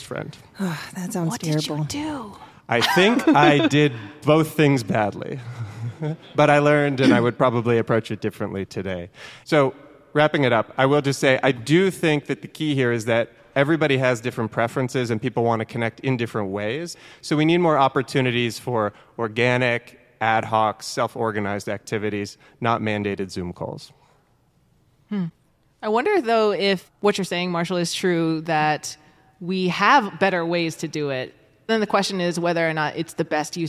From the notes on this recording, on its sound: For our first ever live show, recorded at Atlassian's Team '23 conference in Vegas. Took to the stage to debate this thorny topic.